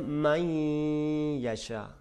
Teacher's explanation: यामून, जी यारमालून में से यामून, ये 4 हरूफ अगर नून साकिन तनवीन के बाद आ जाए वहाँ पे, नून या साकिन या तनवीन को जब हम इदगाम करके पढ़ रहे हैं वहाँ पे थोड़ा जी इसको रोक के रखेंगे, नाक से आवाज़ आनी चाहिए